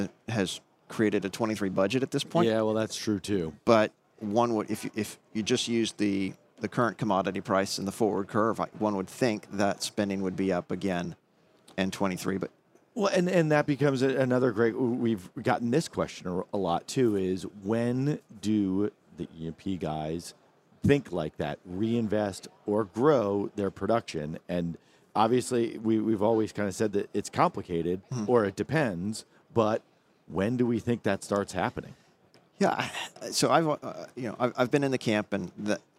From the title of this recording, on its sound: On the Road at NAPE 2022